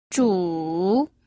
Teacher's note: El tercer tono es el descendente-ascendente.